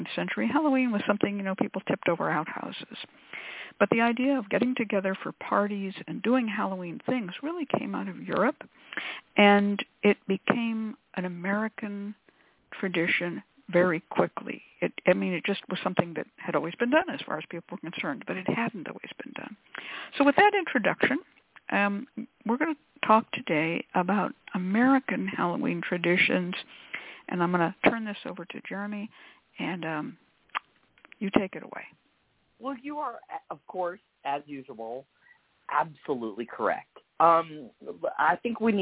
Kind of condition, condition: link, phone line